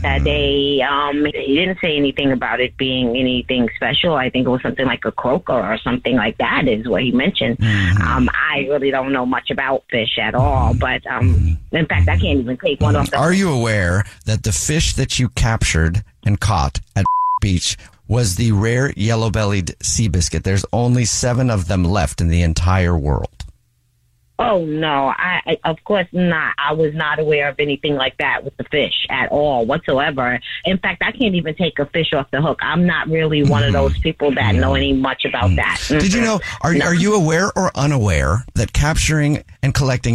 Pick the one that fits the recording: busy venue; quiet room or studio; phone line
phone line